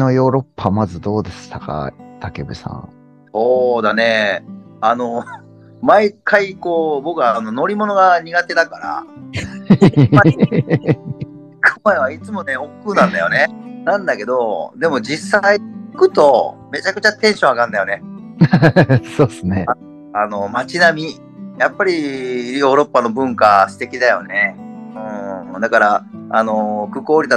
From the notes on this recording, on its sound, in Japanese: zoom収録のため少し聴き辛いです、ごめんなさい